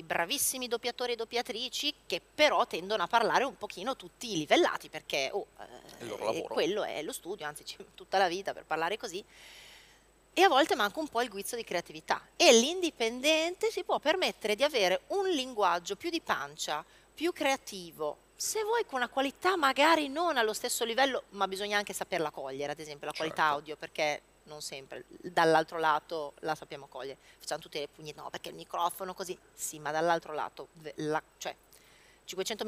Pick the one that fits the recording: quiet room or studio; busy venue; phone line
busy venue